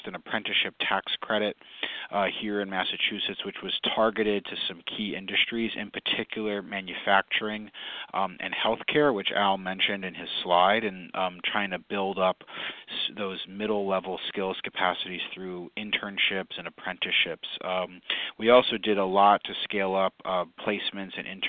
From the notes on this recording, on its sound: Conference Call.